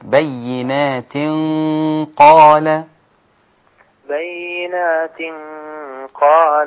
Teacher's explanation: يسمى إخفاء تنوين بعده حرف القاف · Term: إخفاء مع الغنة